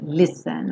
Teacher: Embora se escreva ST, o som aí corresponde ao nosso som dos dois S's